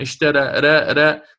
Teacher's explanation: اللسان في الراء المقللة وسطه يرتفع إلى فوق حتى تأتي بالتقليل